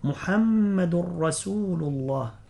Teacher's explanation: إذا نظرنا في المصحف نجد على الميم شدة، محمد رسول الله، وهذا الحكم حرف غنة مشدد، لا بد أن يغن بمقدار حركتين